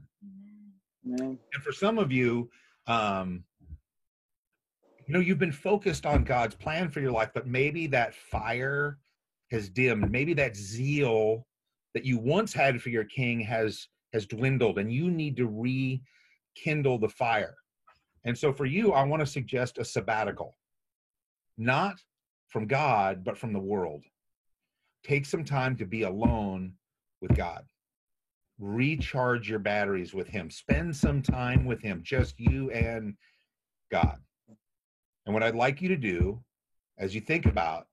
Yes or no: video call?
yes